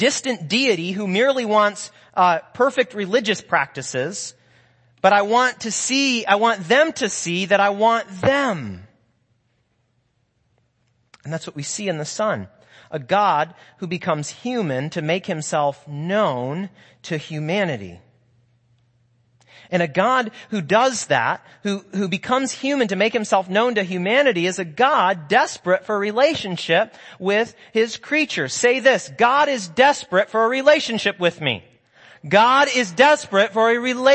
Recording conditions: large echoing room